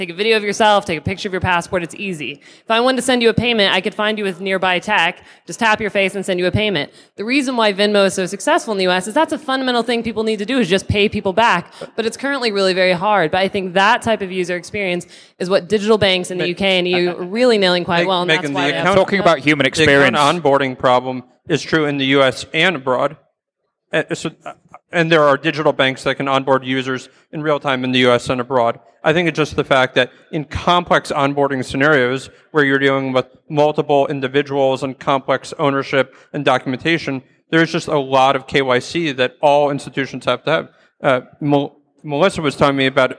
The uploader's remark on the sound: Today's insights show comes to you live from Money20/20 in Las Vegas at the Leadership Loft.